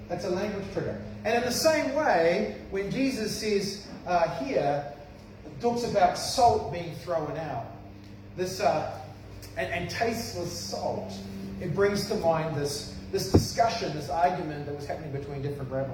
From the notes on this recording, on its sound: This sermon was preached at cession|community on 21 February 2021